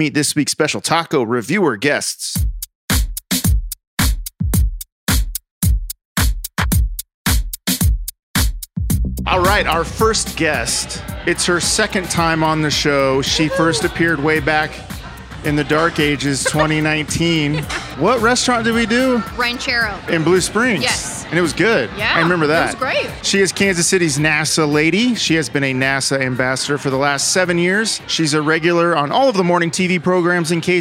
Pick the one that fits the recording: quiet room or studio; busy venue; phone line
busy venue